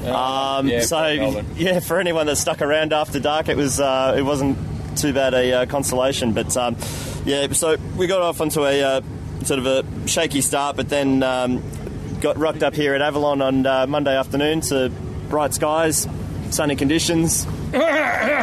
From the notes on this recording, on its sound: The boys have spent the week at Avalon 2013 and are recording this OzDesk segment at the end of Day 6, the last day of the show. They're rather exhausted, somewhat deaf and a bit sunburnt so it must have been an awesome airshow indeed.